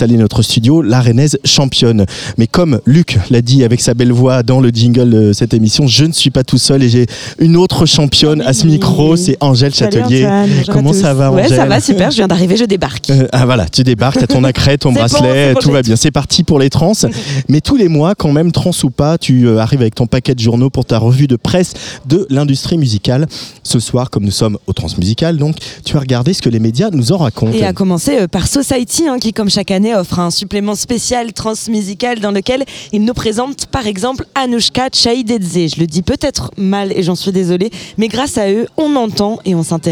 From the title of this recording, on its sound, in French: En direct des Trans Musicales de Rennes